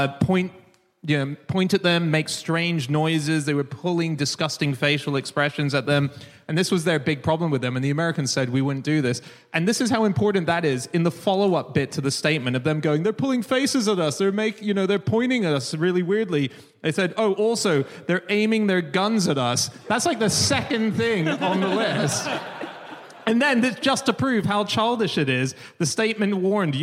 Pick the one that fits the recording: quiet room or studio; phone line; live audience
live audience